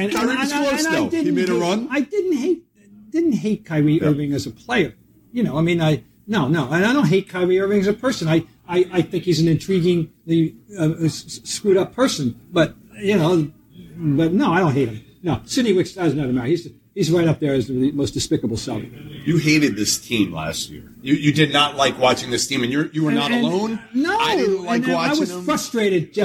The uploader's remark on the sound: The journalists sip some coffee and Sambucca at The Legacy Club of Boston while they casually review each position for the Boston Celtics.